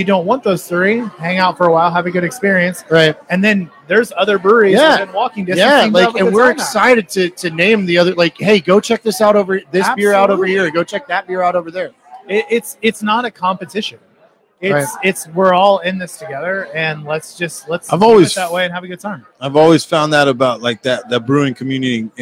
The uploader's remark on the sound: We were live at City Barrel